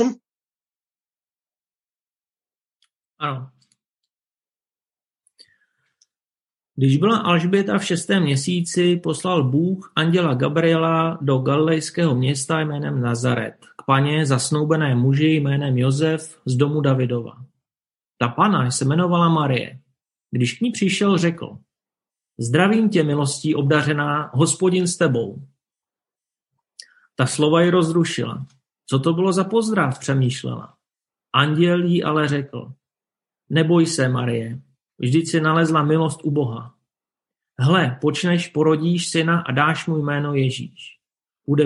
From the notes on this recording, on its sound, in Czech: Záznam z našeho nedělního setkání společenství Ta Cesta na ZOOMu